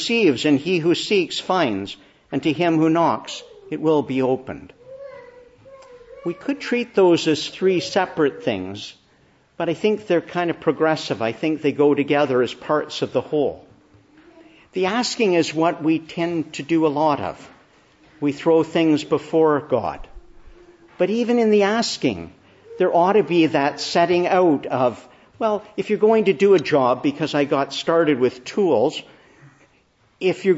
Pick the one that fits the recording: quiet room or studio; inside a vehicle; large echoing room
large echoing room